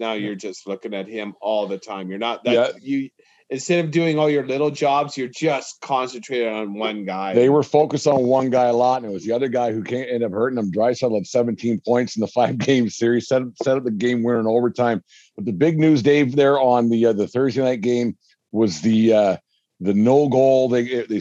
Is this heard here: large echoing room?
no